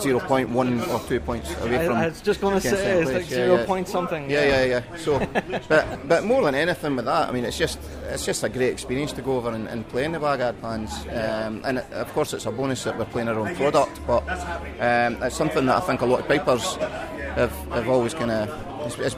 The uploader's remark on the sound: Our on the ground report from G1 Reeds presents Big Rab Show Live 2019. These are interviews that hit the cutting room floor.